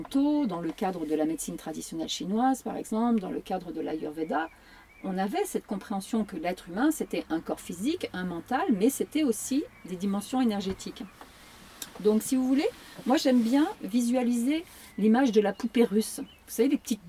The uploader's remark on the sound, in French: Audio enregistré (dans un camping car, oui oui, avec un cercle de privilégiés ) en live. Lors de sa tournée le Pranic Life Tour !